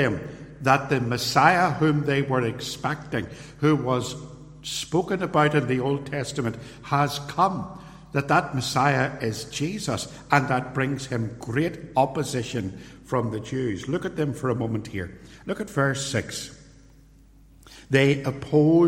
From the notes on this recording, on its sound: recorded at Templepatrick Reformed Church